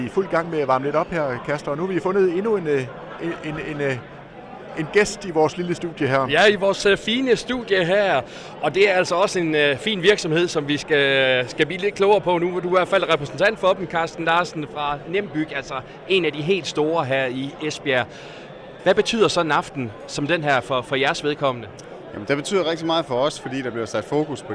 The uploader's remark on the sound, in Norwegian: LIVE FRA FAGENES FEST